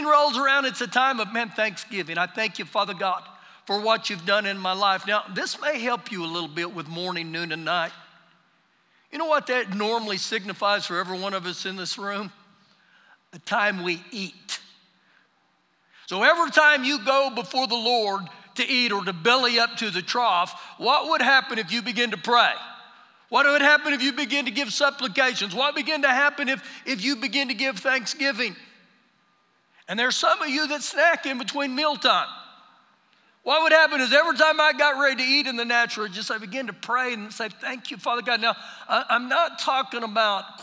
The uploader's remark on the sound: Recorded live during our Sunday morning service